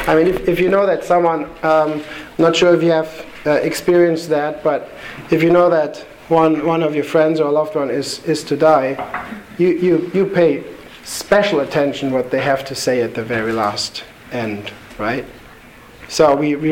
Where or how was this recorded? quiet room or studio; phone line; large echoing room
large echoing room